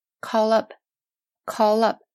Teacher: 这个 call up 连读起来，那个 call 那个 L 和后面那个 up 连读